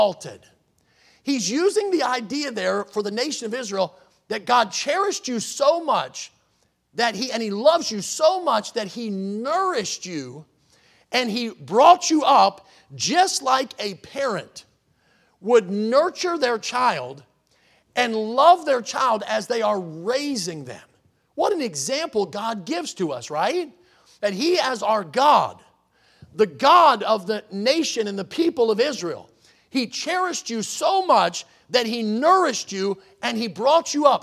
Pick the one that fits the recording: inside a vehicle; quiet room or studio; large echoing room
large echoing room